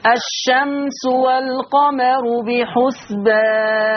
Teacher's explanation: انتبه إلى الميم في لفظ الشمس، انتبه أن هذه الميم ميم مظهرة، ليس فيها غنة، ليس فيها كمال الغنة